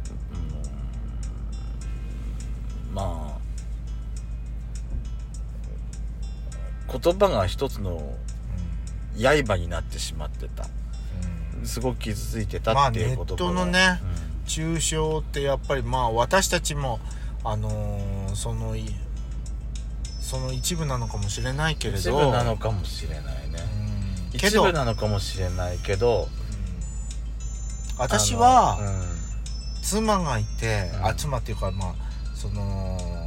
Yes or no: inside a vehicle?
yes